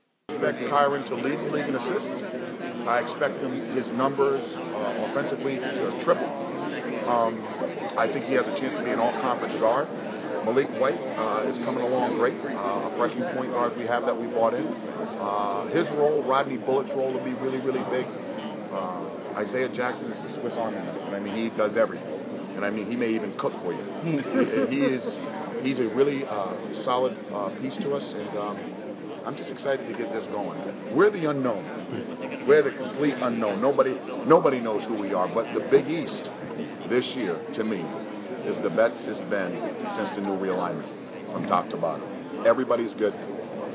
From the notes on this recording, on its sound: from this year's Big East media day at Madison Square Garden